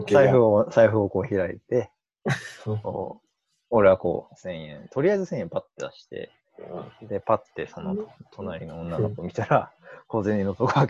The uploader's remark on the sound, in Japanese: リモート録音なので音質はそこまでよくありません。